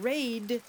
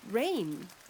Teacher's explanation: when you change the manner of articulation of the last segment in raid from oral stop to nasal, you go from raid to rain